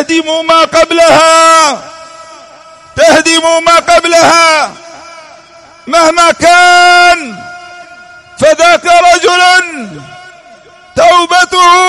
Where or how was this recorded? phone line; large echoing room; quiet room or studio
large echoing room